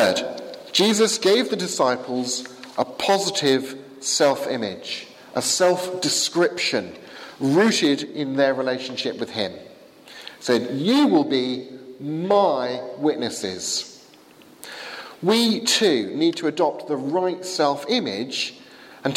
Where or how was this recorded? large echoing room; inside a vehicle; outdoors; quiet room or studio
large echoing room